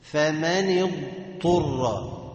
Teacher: طب أنا عايز بقى لو الضاد أتت بعدها طاء، ضاد وبعدها طاء، لو ما عملتش استطالة الضاد هتروح داخلة في الطاء وهيبقى طاء مشددة